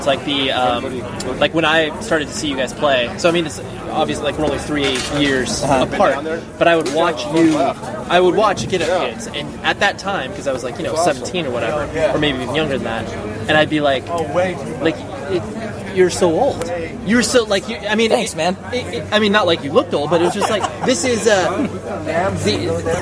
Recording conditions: background noise